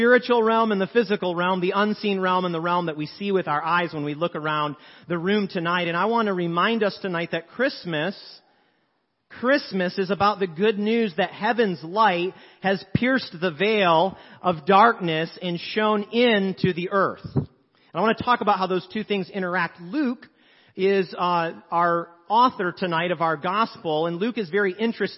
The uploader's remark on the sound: 7PM Service. Sermons preached at Church of the Good Shepherd, Maitland, Florida.